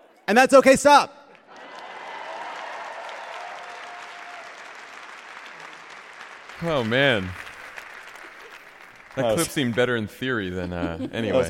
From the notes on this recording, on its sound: Live from Boston.